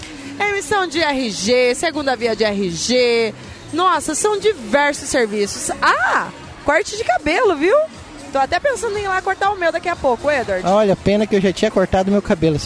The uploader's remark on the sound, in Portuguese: Nesse episódio especial a gravação do podcast foi fora dos portões da escola. O evento Ação Cidadania foi realizado pela FIEMS e TV MORENA com apoio da Prefeitura de Porto Murtinho.